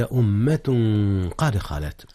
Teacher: أخفي التنوين في أمة قبل القاف، والقاف من أحرف الإخفاء